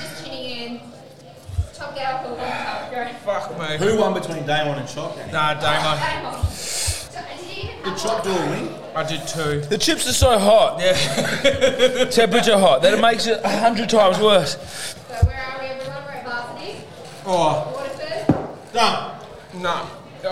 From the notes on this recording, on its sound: The boys are live from Varsity in Waterford as they tackle the "Devil Wings" Challenge. Bonus audio of the lads doing the challenge live and in a whole lot of pain!!!